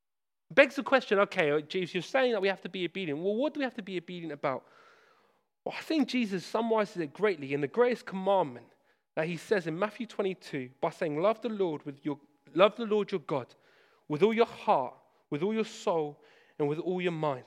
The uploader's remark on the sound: This sermon was preached at Hope Church Sevenoaks, UK